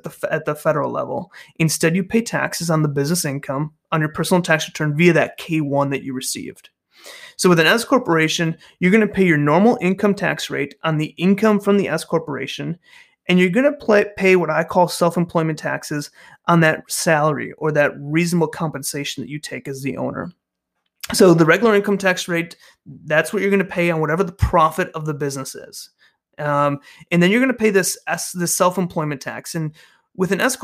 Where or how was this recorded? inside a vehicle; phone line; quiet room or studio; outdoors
quiet room or studio